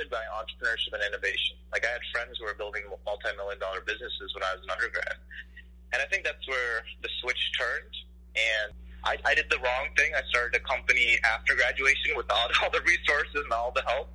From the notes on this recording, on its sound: Was joined by phone live on WLCB Lakes Radio 101.5 FM. The show was originally broadcast live.